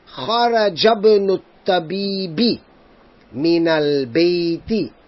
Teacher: the word Ibnun is preceded by a word. So we are not going to pronounce the Hamza · Term: hamzatul wasl